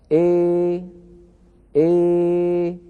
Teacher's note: هذا الصوت هو نصف ألف مع نصف ياء لأني مزجت الألف والياء بنسبة واحدة، ولو جعلت فمي يميل إلى الفتح أكثر وقللت من الياء · السفلي، ويستطيع المتكلم أن يفتح فمه ويخفض فكه في آن واحد فيخرج صوت لا هو بالألف المحضة ولا هو بالياء الخالصة، بل هو صوت مركب من ألف وياء · Term: الإمالة الكبرى